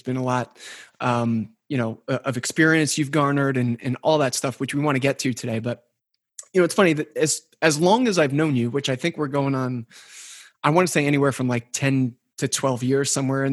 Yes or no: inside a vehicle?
no